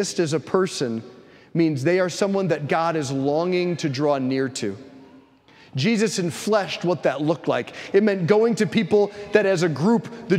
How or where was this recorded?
large echoing room